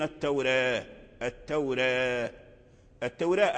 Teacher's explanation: فأمال الألف الذي بين الراء والتاء التوراة، فهو بين الياء والألف · Term: إمالة الألف